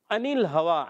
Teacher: ऐन अदा होता है हलक के दरमियान वाले हिस्से से, और नून को लाम से मिलाएं, लाम को नहीं लाना